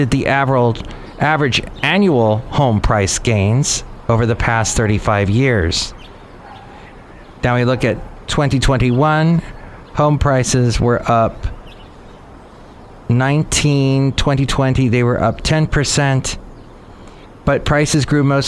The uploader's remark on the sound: Podcasts live from Café Anyway.